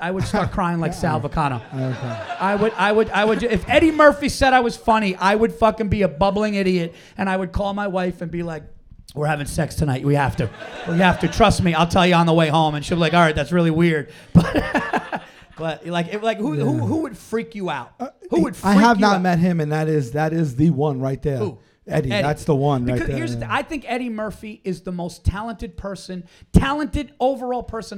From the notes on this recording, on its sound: Live At Gotham. LIVE FROM GOTHAM COMEDY CLUB.